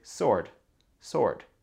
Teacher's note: le W ici, ça se prononce pas